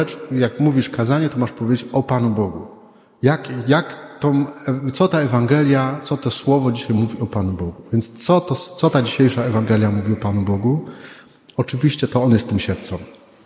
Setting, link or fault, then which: setting, large echoing room